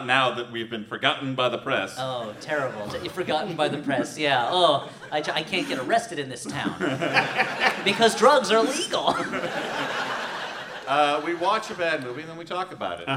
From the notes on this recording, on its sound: Holmes & Watson, LIVE! This live show, taped last year in Portland, Oregon.